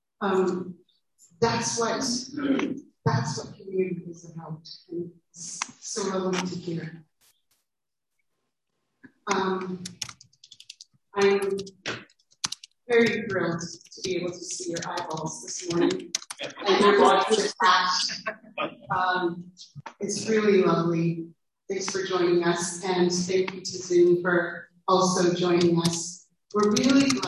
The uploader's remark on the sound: We do apologize for the poor sound quality on this one - we are working the little sound gremlins out.